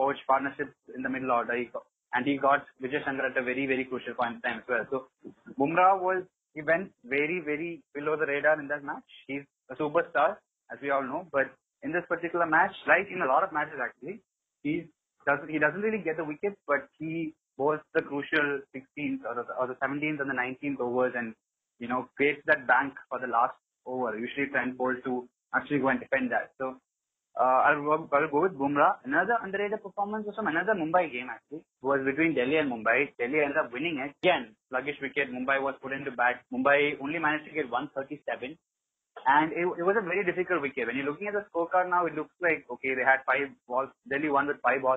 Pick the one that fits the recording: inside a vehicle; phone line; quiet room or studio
phone line